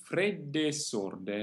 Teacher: the conjunction E, the letter E, meaning and, triggers phrasal doubling, so the S of sorde can be a little longer, like a double, and therefore the two E's are pronounced together rather short.